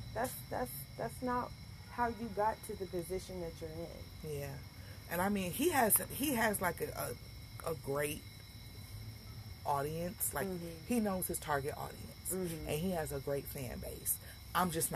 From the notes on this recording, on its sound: My good friend and I have some great conversations sitting on the front porch and this time, I remembered to hit record! There was no script to follow, just an honest conversation.